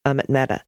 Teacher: Equal emphasis on both syllables. Mehta, slight emphasis on the meh. And the ta is pronounced like the Spanish, with the tongue at the tip of the teeth.